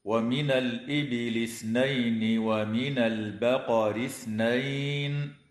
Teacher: لام التعريف في كلمة الإبل وقعت قبل الهمزة فحكمها الإظهار